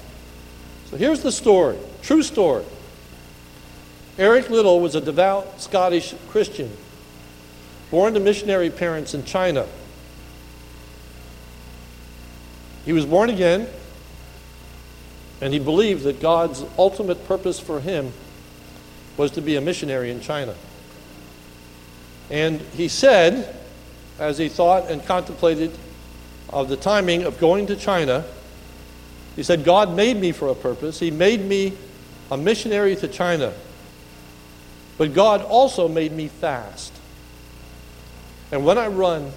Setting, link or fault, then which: setting, large echoing room